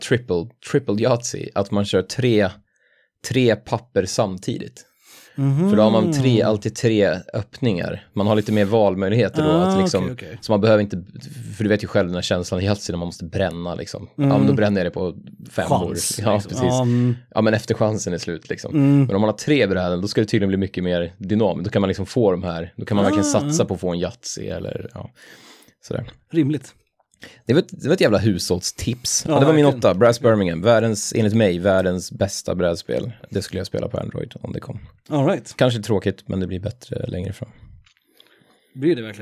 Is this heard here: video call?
no